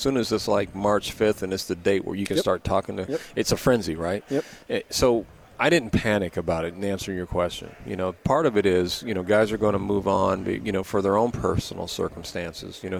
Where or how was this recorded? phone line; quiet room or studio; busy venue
busy venue